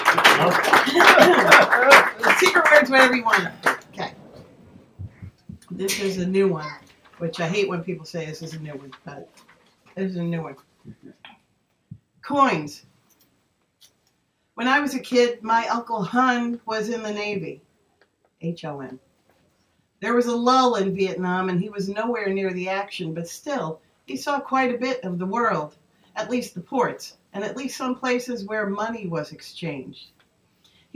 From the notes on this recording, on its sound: At the 2015 Albany Word Fest Open Mic at the UAG Gallery on Lark Street in Albany, New York.